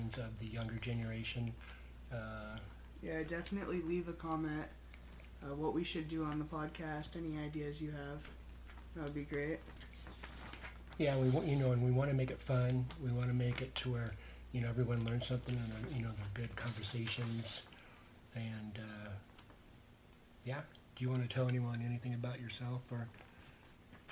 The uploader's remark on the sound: The audio, prep and pretty much everything was not good on this TAKE ONE!!